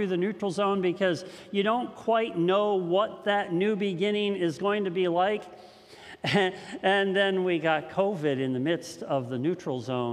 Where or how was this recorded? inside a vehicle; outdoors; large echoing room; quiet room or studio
large echoing room